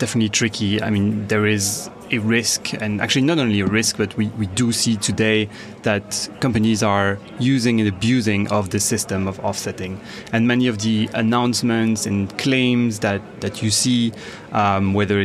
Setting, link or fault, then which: setting, busy venue